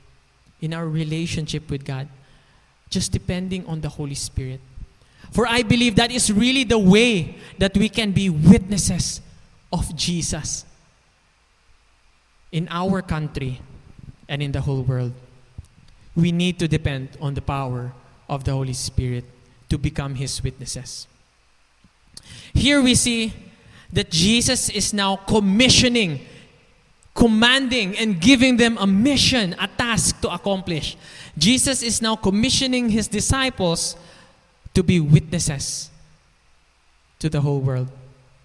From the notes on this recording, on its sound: This podcast was recorded last May 9, 2021 | 9:45 AM at Ebenezer Community Alliance Church.